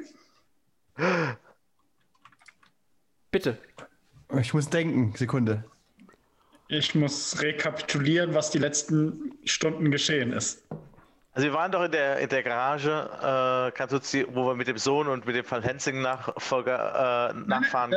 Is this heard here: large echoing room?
no